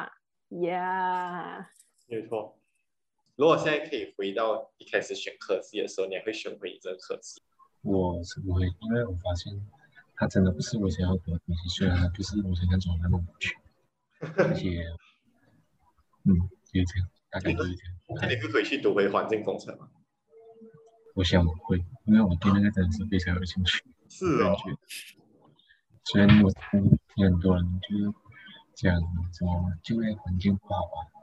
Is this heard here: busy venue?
no